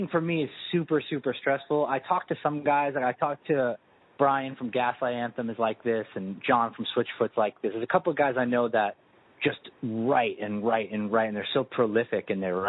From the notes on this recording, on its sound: talked on the phone with me while I navigated the highways & byways of Long Island